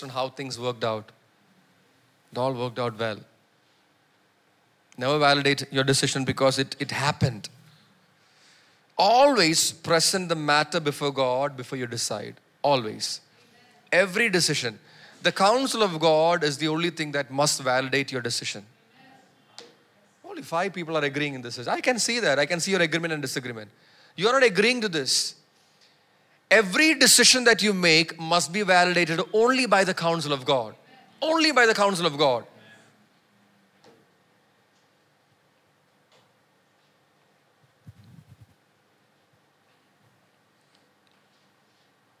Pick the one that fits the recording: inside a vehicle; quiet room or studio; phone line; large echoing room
large echoing room